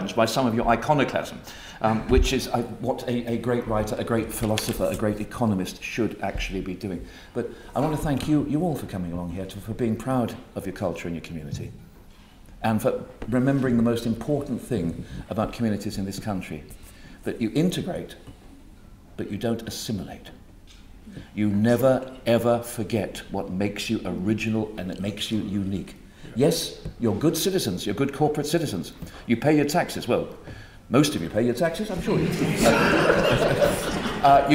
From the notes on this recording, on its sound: Lecture at British Parliament on ‘Soft Power Reparations’.